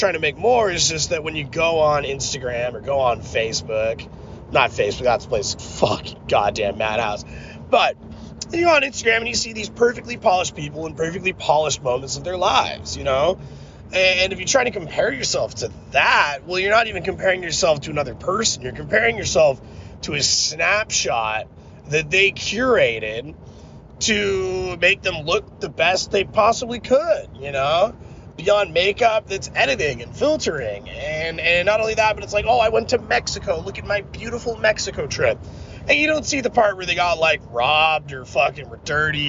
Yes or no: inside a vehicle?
yes